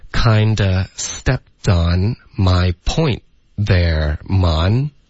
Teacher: Yeah, it's very well done.大家下来以后，你看得到了 Henry 老师的表扬。除了 Monica 以外，so Rachel 的这个呢，就是 you kind of stepped on 什么东西呢？就是你这样说就把我刚说的话给毁了。好尴尬。所以这个 kindof。我们有一个实际发音就是 kinda 就行了。连拼写的方式经常就是 kind 结尾加一个 a stepped 的 p，然后这个 p 的音会省略， t 的音呢会连读到 on，所以就发 stepped on。 my point 就没有什么变化了，可是 point 的 t 会省略，然后我们就接着说 there。Mon 就是 Monica 的一个外号，right？所以整个句子就是 kinda stepped on my point there, Mon.